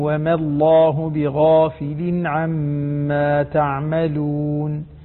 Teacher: وما ميم مرققة، لفظ الجلال اللام فيها مفخمة أو مغلظة · Term: ترقيق الميم